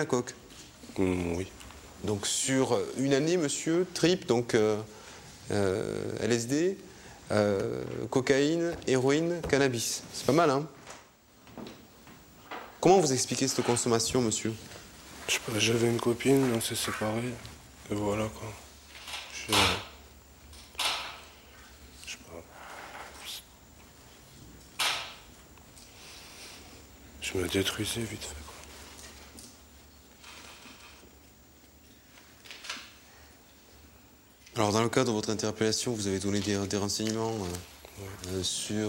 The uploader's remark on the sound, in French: Exceptionnellement, l’enregistrement des audiences que vous allez entendre a été autorisé.